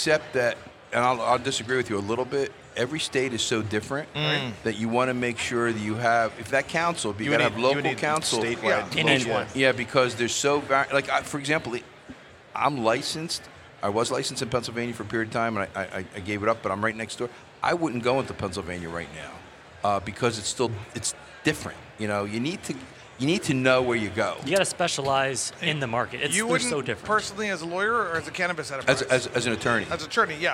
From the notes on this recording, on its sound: Recorded at MJBizCon 2023